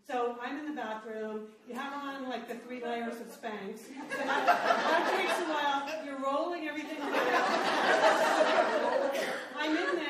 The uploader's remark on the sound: This podcast is the live audio from our appearance at the Santa Monica Public Library. Take questions from the audience.